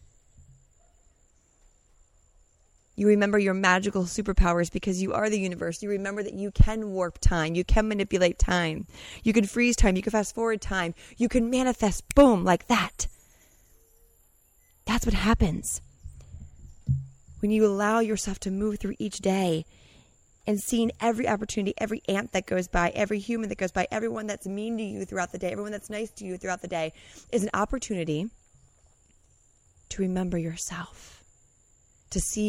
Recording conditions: outdoors